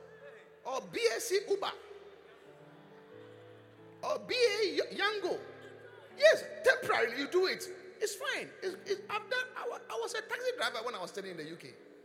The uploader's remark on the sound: Preached at the Qodesh.